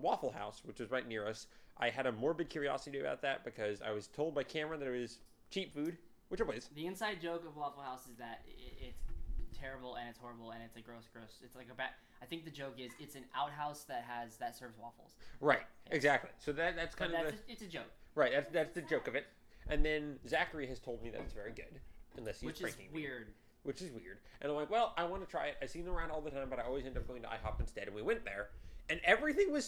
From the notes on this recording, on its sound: oops we recorded in the wind